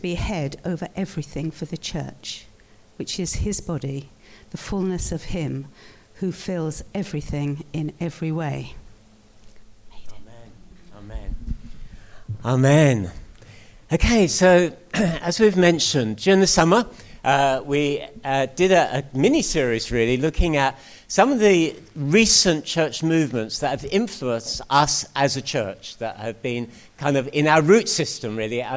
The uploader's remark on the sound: At King's Church, Cockermouth, as an audio file.